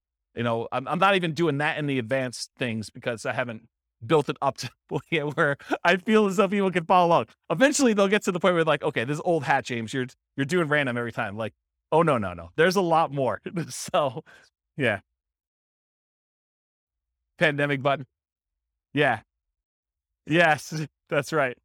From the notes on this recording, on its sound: This was a live class recorded